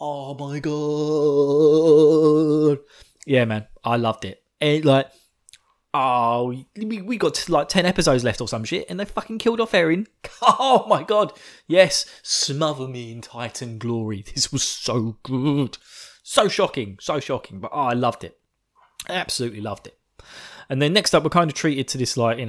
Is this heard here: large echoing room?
no